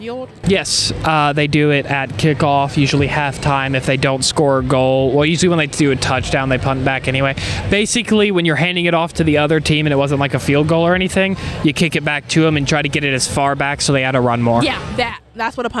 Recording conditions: outdoors